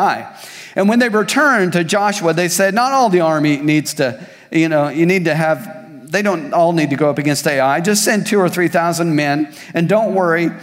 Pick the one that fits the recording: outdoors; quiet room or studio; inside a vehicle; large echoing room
large echoing room